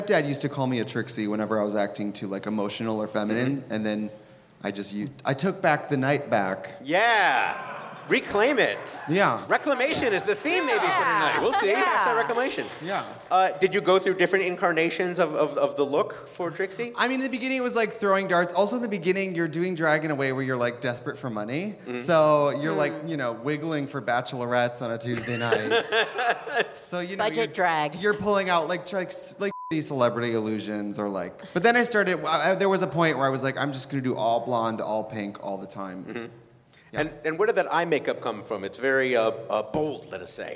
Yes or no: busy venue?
yes